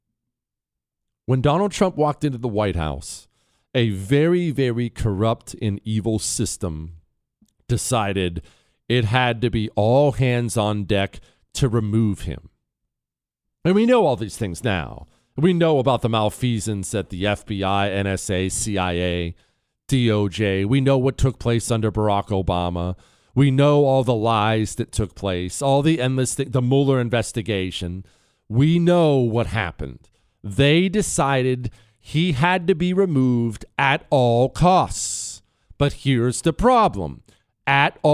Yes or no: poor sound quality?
no